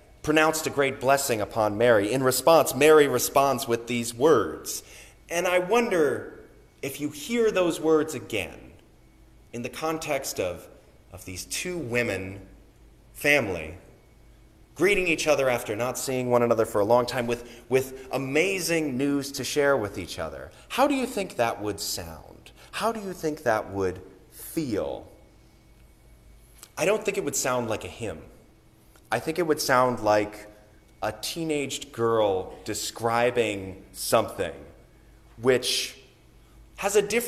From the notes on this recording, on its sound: Sermon recorded on the Third Sunday of Advent